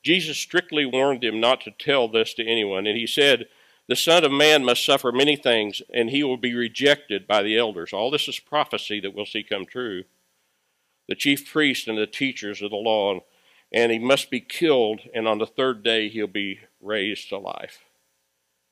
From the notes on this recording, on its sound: Recorded live at Freedom Fellowship Church in Tontitown, Arkansas on Sunday, May 2, 2021.